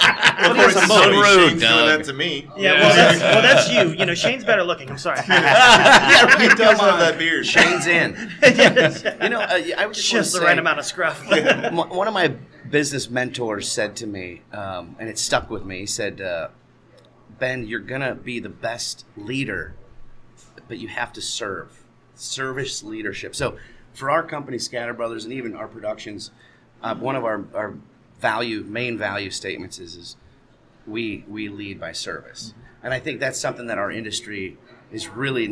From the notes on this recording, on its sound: Day 3 continues with more great interviews at the Sunscreen Film Festival!! Pinellas County, FL.